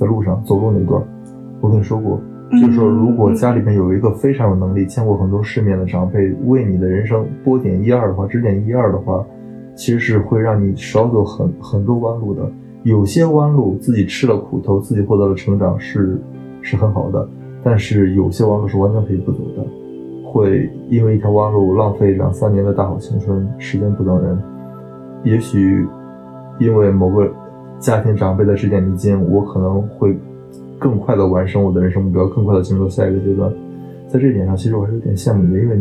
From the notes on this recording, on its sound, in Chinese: 當下直接拿起手機就直接錄了下來，所以音質會有點不好，會有蠻多回音的感覺，畢竟沒架麥克風。